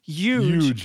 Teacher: it's weird that they pronounce the H as a Y